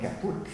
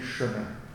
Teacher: le « ca » devient la consonne chuintante « ch » · Shown in: second take · Term: palatalisation